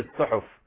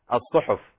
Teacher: إذا رققت الصاد فتنقلب إلى سين · Shown in: first take · فلا نقول الصحف فهي صاد الصحف.